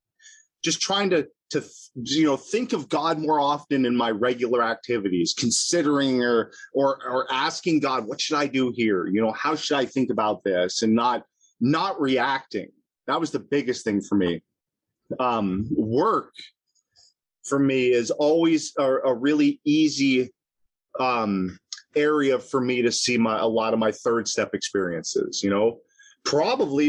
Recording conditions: video call